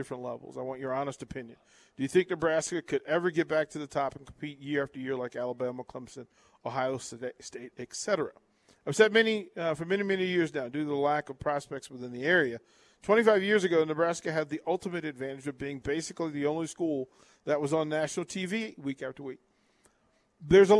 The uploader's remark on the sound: Live from Wingstop - 28th & Pine Lake